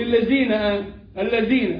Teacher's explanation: والذال تفرق بينها وبين الزاي باخراج طرف اللسان